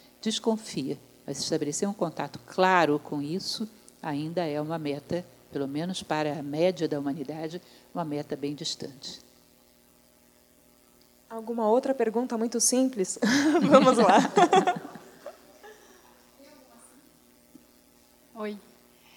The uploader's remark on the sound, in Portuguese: primeira gravação com plateia do podcast Jornada da Calma